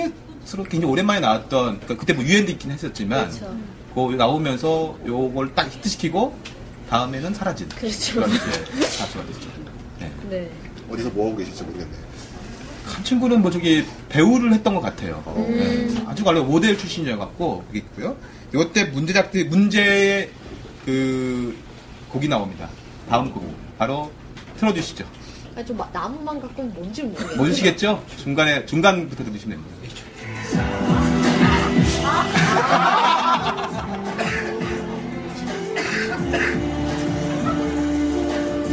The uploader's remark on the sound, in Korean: 공개방송